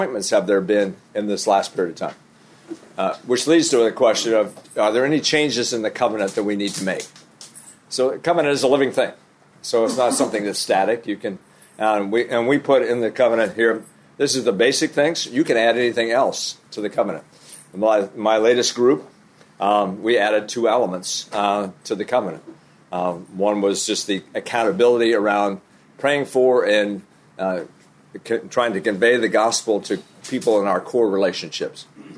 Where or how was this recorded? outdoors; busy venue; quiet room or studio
busy venue